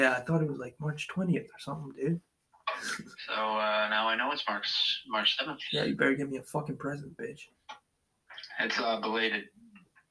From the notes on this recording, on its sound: I just hit record and went at it. Just a heads up if you read this before listening the audio isn't at it's best. I was in my basement walking back and forth along with that I was trying out a new wire extender.